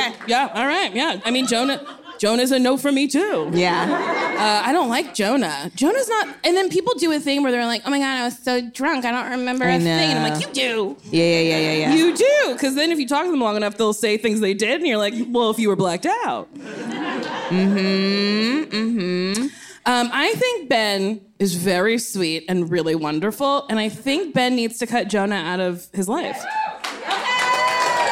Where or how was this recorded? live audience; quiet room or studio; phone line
live audience